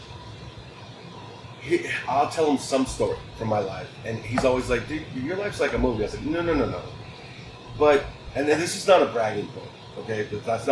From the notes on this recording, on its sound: ZAZ Studios goes remote as we record this week’s episode inside a train car at The Train Car, in Big Spring Texas.